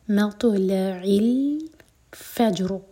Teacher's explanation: جیم پر قلقلہ اور را کو ساکن کر کے رکیں گے تو را ہیوی ہوگا کیونکہ فا پر فتحہ ہے